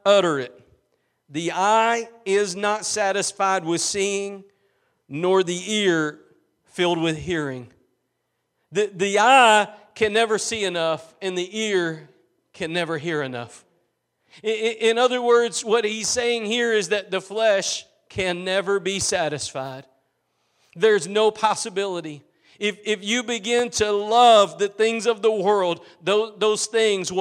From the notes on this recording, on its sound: Preached at Gospel Lighthouse in Bossier City, La.